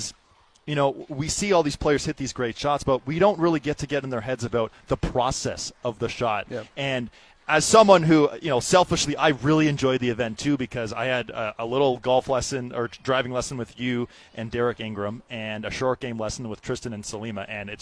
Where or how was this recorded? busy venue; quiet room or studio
busy venue